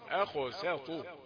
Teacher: على طول بعد السين المرققة طاء مفخمة